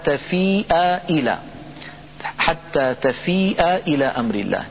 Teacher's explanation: تفيء آخرها همزة مفتوحة، إلى أولها همزة مكسورة